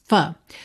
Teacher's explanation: Mas não é F exatamente porque o F é feito, ó, com lábio inferior nos dentes de cima